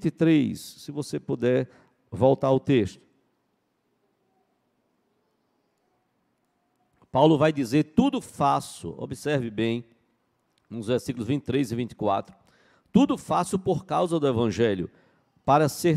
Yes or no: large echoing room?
yes